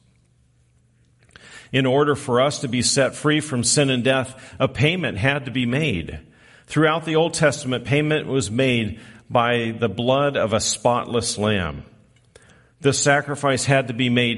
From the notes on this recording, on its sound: Recorded live on December 24, 2023